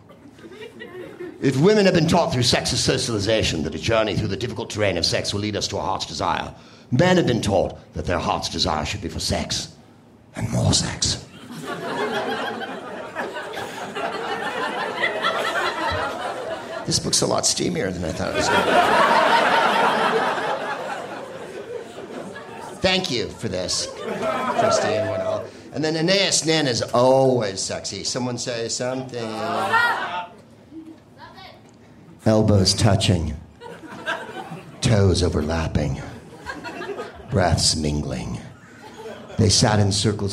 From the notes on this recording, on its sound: Live from Comedy Works in Denver